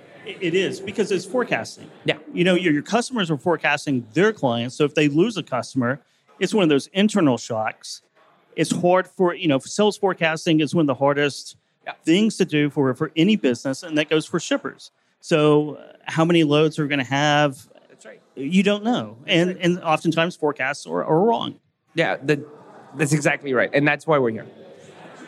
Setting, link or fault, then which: setting, busy venue